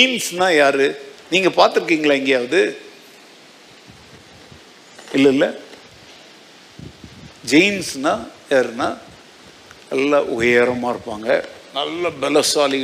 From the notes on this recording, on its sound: Sunday 2nd Service Sermon Live